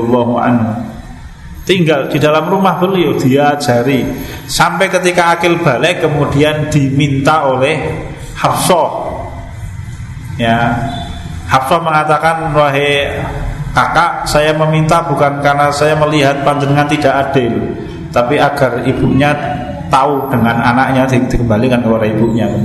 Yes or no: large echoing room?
yes